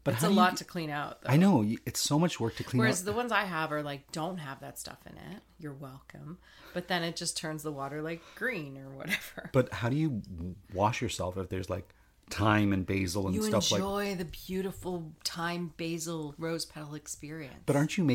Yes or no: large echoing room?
no